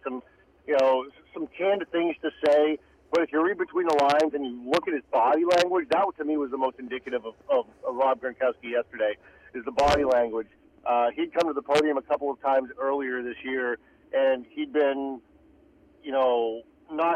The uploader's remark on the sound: In-studio. Calls in as well!